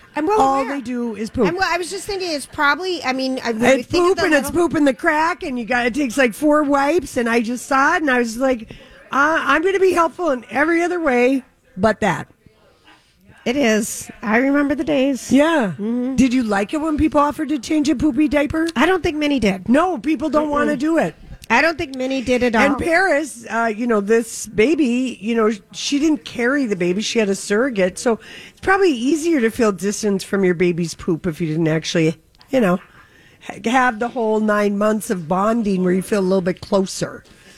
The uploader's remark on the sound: Live from Creative Hair Design.